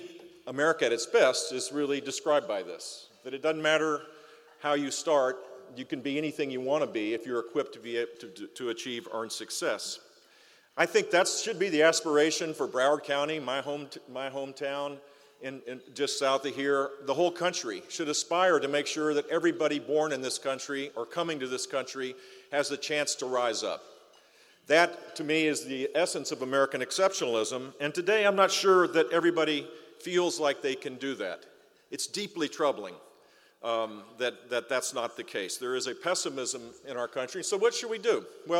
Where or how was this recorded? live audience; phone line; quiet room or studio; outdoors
live audience